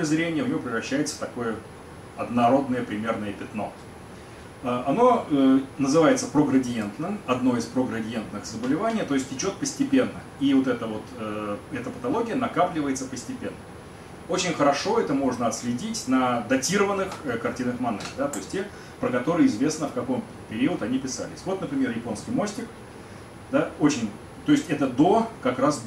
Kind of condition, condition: setting, live audience